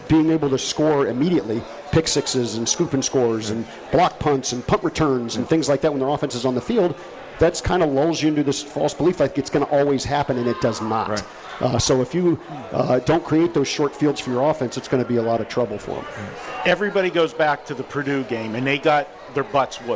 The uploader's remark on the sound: Live from The Cosmopolitan of Las Vegas